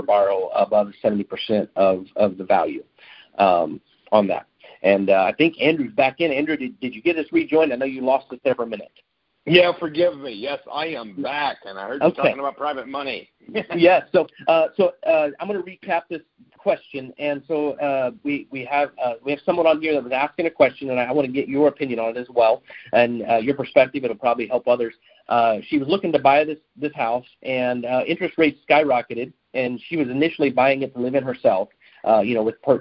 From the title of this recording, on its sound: Gold Club Q&A Call